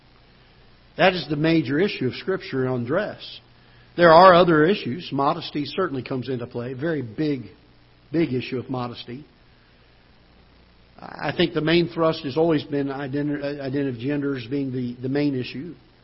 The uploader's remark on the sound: Ketha Heights Baptist Church ~ Live Broadcast.